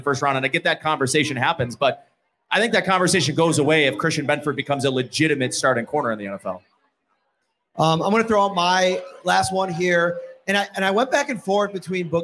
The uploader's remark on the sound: Live from Wingnutz